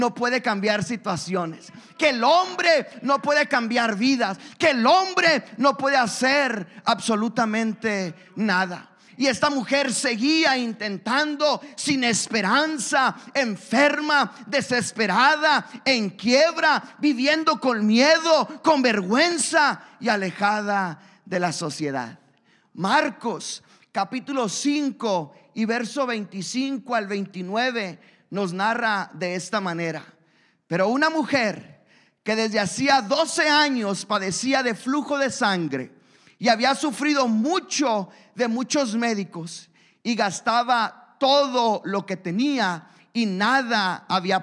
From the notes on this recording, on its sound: a service recording from Connect Point UPC